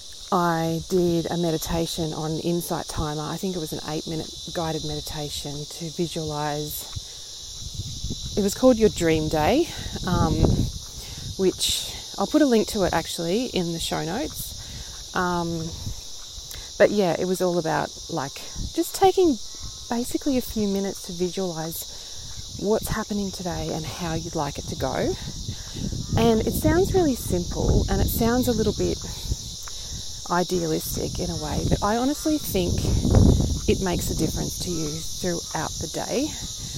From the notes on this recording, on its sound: I do apologise in advance for today’s audio quality! Even though the background noise isn’t ideal.